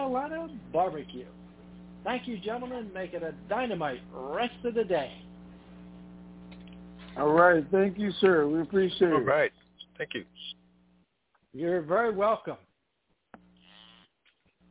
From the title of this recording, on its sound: TNTSuperfantastic Conference Call - Wednesday, June 16, 2021